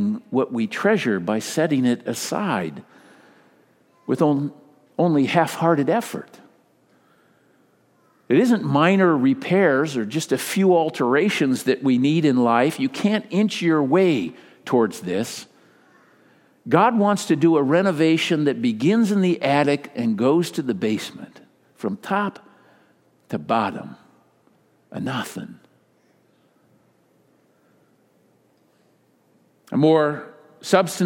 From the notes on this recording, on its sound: Delivered during the Contemporary Worship service.